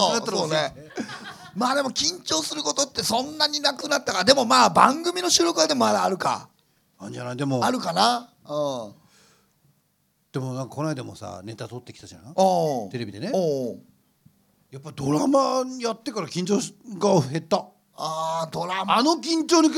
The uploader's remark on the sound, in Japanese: 公開収録の模様をお送り致します